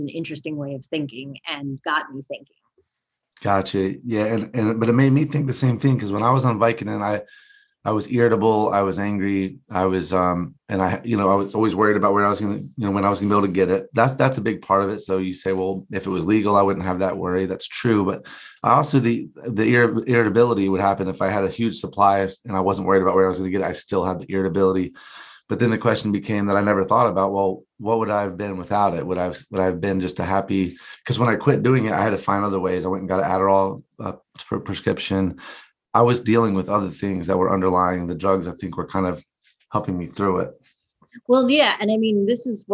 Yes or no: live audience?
no